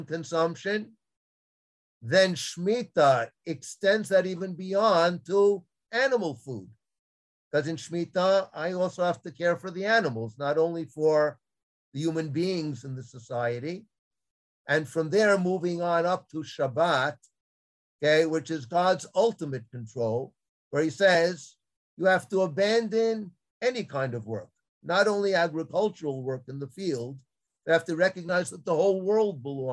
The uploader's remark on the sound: This audio was originally captured from Zoom